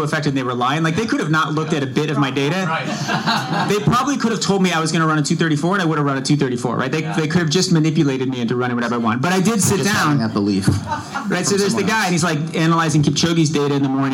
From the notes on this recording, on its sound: I’m excited to share a special live recording of the podcast. In front of a live audience last month in Boston. We recorded this episode at Tracksmith’s Trackhouse the day before this year’s Boston Marathon.